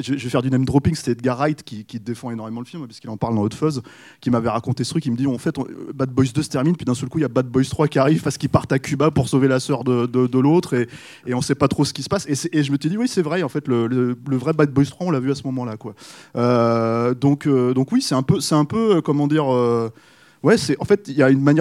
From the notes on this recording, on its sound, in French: La captation de cette courte présentation a eu lieu le 15 janvier 2022, lors de la LA SÉANCE CAPTURE MAG de BAD BOYS II au Club de l'étoile.